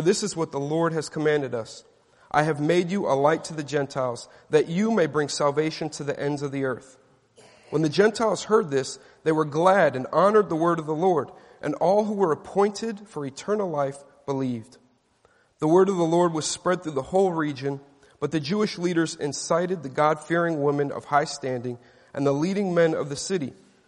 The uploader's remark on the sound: Delivered at Grace & Peace Fellowship in St. Louis, MO USA.